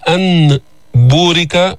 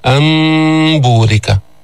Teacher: قلبنا النون ميما عند الباء وأخفيناها · Shown in: second take